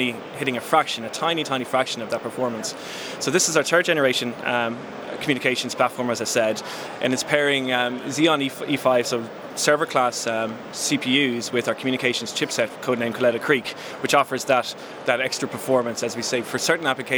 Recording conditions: busy venue